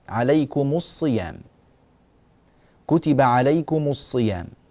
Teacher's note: بالنسبة لميم الجمع نضم هذا نضم هذه الميم، كتب عليكم الصيام، عليكم الصيام، هذه الصاد المشددة في الواقع هي صاد ساكنة بعدها صاد متحركة، المشددة هكذا، فميم ساكنة بعدها صاد ساكنة، ماذا نفعل؟ نضم الميم مباشرة